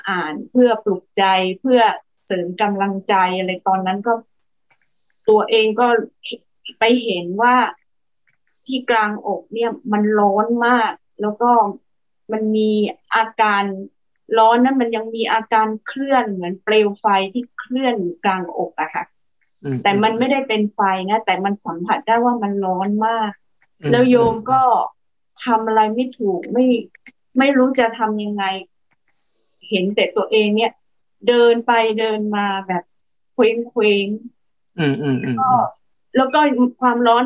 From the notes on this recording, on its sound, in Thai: คอร์สออนไลน์ (ผ่านโปรแกรม Zoom).